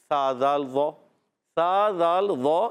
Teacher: زبان کا سرا اب اوپر کی دانتوں کی جڑوں نہیں، اوپر کے دانتوں کناروں سے · Term: زال کا مخرج